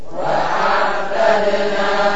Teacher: Hati-hati tidak boleh kol-kolah. Harus jelas taknya bila setelahnya dal.